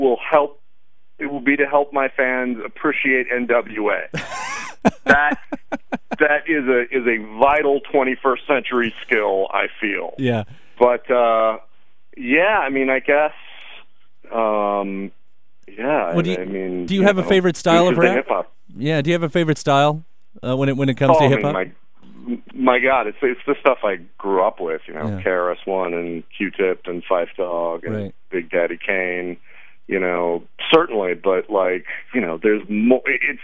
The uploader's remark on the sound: phone interview